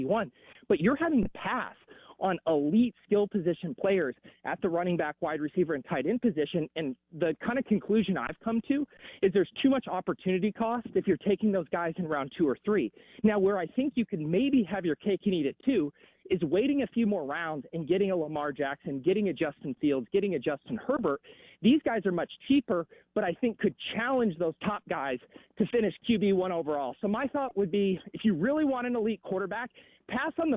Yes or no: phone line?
yes